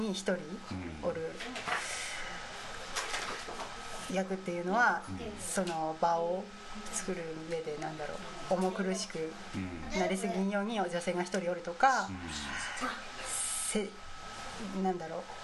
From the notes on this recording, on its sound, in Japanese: かなりリラックスをして、折り紙を折りながらの何とも非常識な収録になりました。電気的なノイズが多いのではありません。